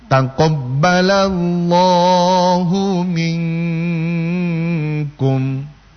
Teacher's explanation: Karena tidak ada ukuran standar yang pasti untuk gunnah. Jadi boleh lebih panjang gunnahnya daripada mat tobi'inya.